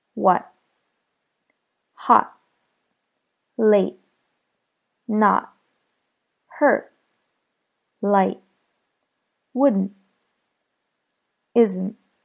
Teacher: T at the end of a word is held. The important thing to note here is that you emphasize the preceding vowel. Place your tongue on the roof of your mouth as if you are about to pronounce the T, and simply stop the sound from forming.